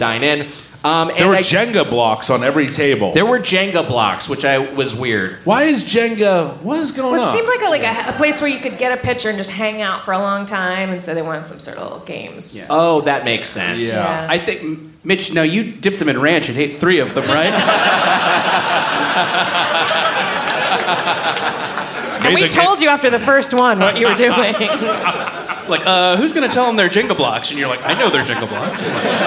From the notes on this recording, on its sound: Recorded live in SF at Cobb's Comedy Club as part of SF Sketchfest.